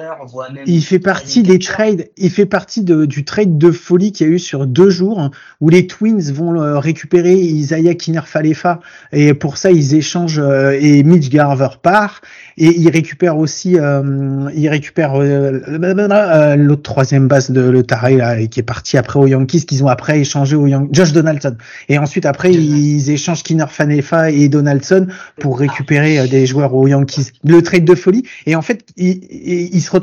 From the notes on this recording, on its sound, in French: Mes plus profondes excuses pour la pauvre qualité sonore de cet épisode.